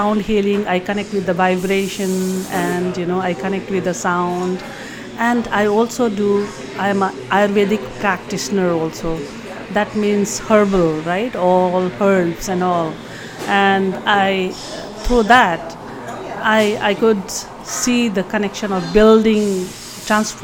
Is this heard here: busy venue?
yes